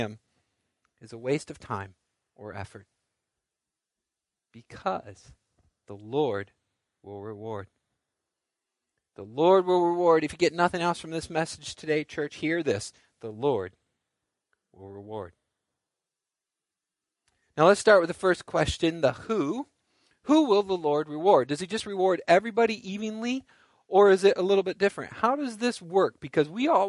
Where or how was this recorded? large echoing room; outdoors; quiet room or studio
large echoing room